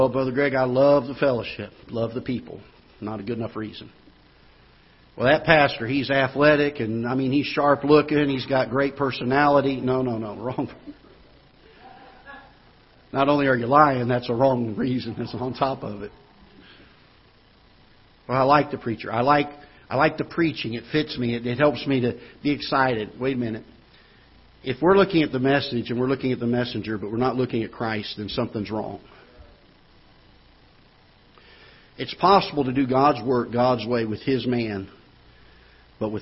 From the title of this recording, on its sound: Ketha Heights Baptist Church ~ Live Broadcast